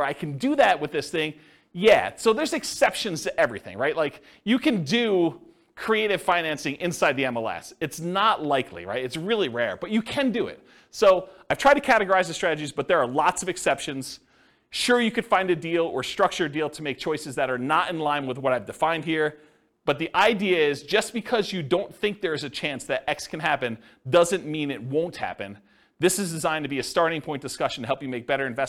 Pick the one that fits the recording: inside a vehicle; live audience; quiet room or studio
live audience